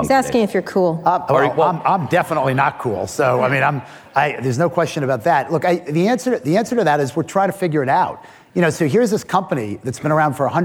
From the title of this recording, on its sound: Live at Code 2019